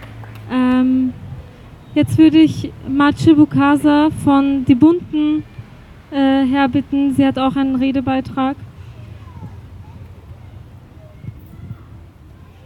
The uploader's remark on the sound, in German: Ausschnitte aus Kundgebung im Wiener Stadtpark am 15.7.2023